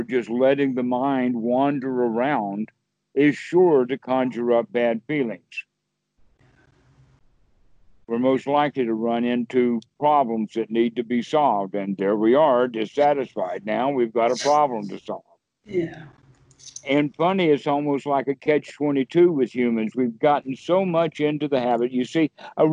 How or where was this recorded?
phone line